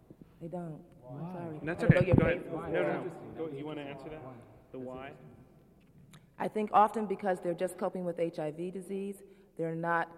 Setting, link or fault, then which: setting, live audience